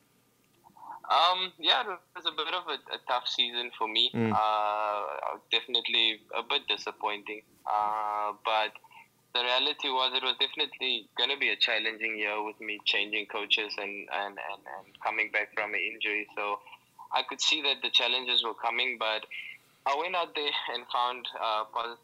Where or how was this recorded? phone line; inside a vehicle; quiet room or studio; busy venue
phone line